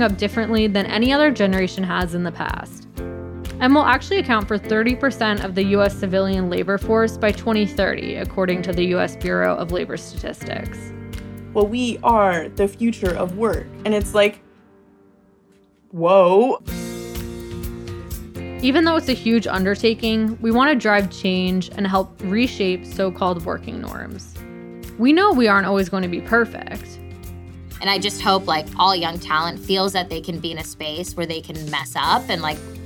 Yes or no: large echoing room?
no